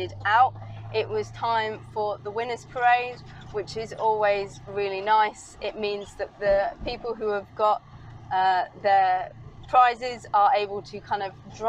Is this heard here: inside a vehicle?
yes